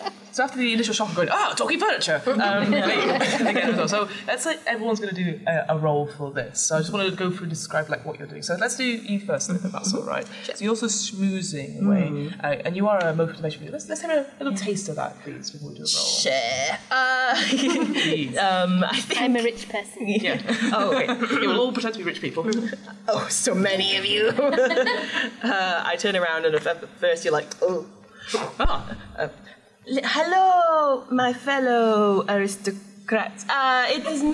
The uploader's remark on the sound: Be Our Guest LIVE at UKGE. A special live recording from UK Games Expo.